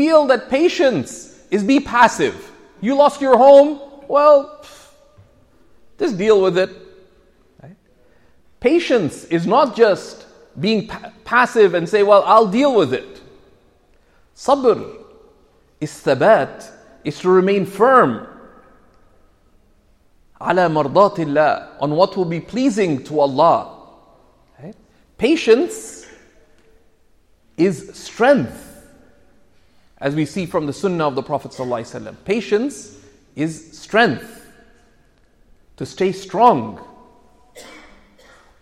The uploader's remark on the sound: This Friday khutba was delivered at Sayeda Khadija Centre in Mississauga.